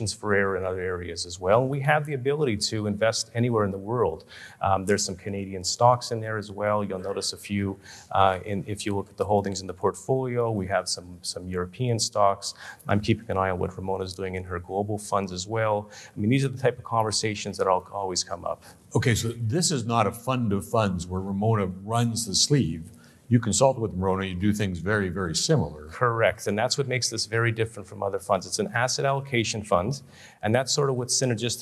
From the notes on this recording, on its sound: A daylong event for advisors. Sessions ran both onstage in Vancouver to a live audience, and from our Toronto studio for a crowd of thousands more online. They also field a few questions from the live audience.